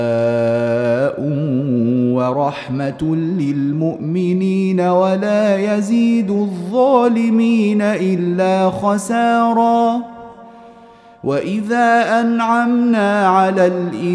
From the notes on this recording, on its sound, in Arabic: مسجل من صلاة التراويح بمسجد السلام بحي مشرفة بجدة.